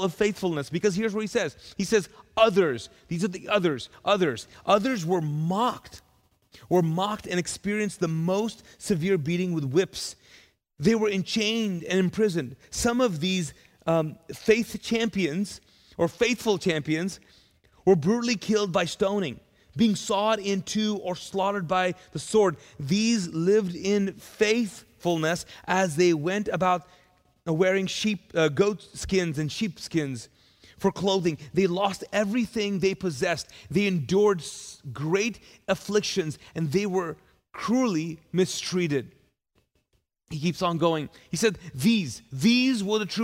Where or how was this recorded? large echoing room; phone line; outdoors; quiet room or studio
large echoing room